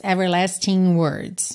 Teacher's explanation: Aqui, a gente não pronunciou o G de everlasting. E repara que a junção de everlasting e words ficou com aquele som nha, nha, como NH em português.